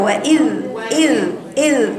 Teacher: لأنه الزال بتلامس أطراف الثنية العليا، السفلى لا. لو أنا قفلتها بالسفلى مش هيطلع صوتها الجميل أو جريان صوتها.